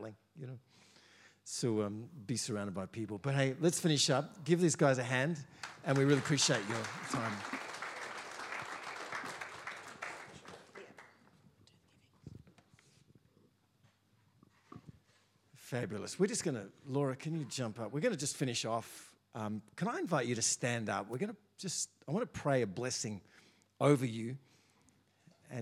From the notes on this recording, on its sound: First preached in C3 Bathurst on 29 October 2023. We are joined by a panel to share their personal experience of trials.